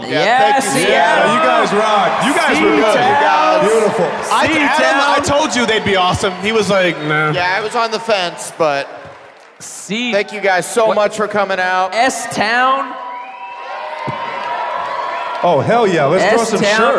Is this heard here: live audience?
yes